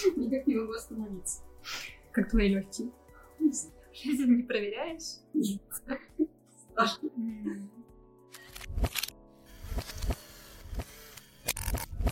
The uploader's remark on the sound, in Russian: У данного выпуска специфичный звук из-за формата "интервью в гостях", а так же были небольшие технические накладки с аппаратурой, поэтому небольшой дисклеймер и извинения перед любителями чистого звука.